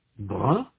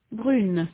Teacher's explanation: Ces formes masculines se terminent par une voyelle nasale sans consonne ne. Aux formes féminines, la voyelle n'est plus nasale. Elle est dénasalisée.